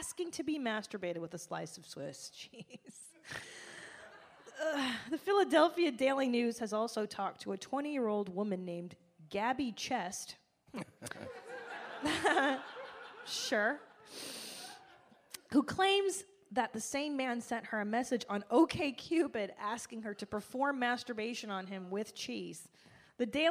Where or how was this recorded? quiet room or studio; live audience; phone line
live audience